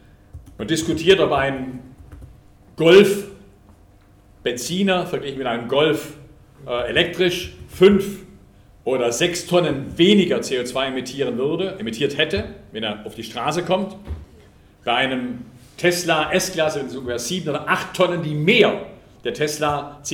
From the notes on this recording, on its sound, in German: Ihr hört den Mitschnitt einer Veranstaltung